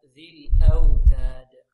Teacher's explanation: وضح الهمزة ذي الأوتاد، وهذا كثير يخطئ فيه كثير من الطلاب. الهمزة هنا محققة، لابد من إخراجها من مخرجها. البعض يأتي بها مسهلة أو يسقطها يقول ذي الأوتاد.